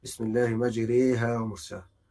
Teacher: بتمال فتحة الراء ناحية الكسرة من كلمة مجريها بسورة هود عليه السلام بسم الله مجريها ومرساها دي الإمالة الوحيدة